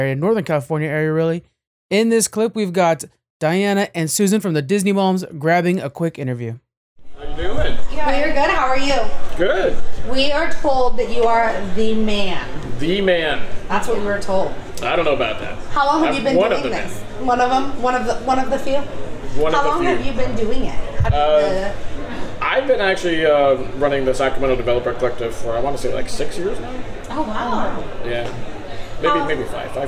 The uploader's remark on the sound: Live at Capital Creative Showcase 2023